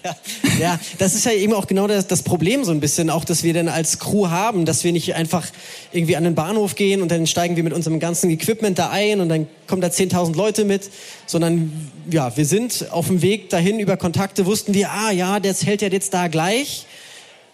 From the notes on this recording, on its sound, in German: Live vom Hear&Now Podcastfestival. Denn wir waren zu Gast auf dem Hear&Now Podcast Festival!